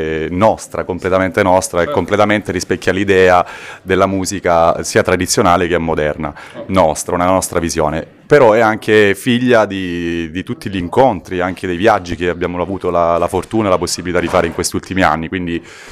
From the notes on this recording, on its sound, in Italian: Una band Salentina. Siamo in una zona recondita del Teatro Bolivar, per il Festival Nu' Traks il retropalco.